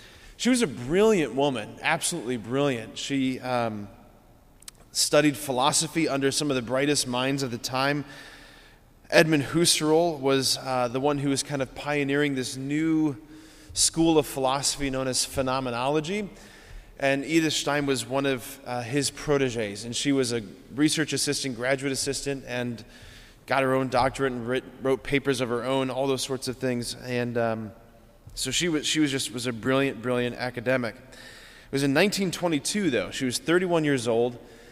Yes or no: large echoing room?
yes